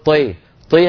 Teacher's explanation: التاء مرققة تاء والطاء مكسورة كسر كامل طي ولا تقول طي طي هذه ليست كسر هذه إمالة